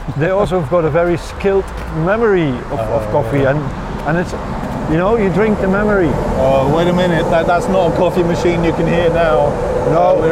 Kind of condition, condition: setting, outdoors